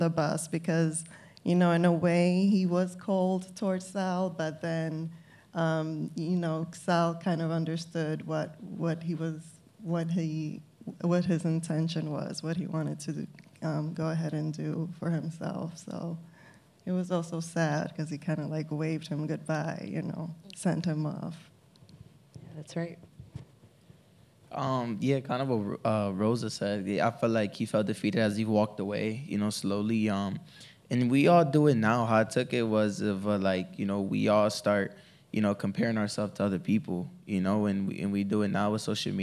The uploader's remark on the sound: We hosted our first LIVE, in-person podcast episode after the screening of the film, Sugar, at The Little Theatre. The recording was provided by The Little Theatre staff.